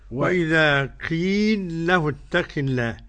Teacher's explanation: قيل له اتق الله بإدغام المثلين الكبير في اللام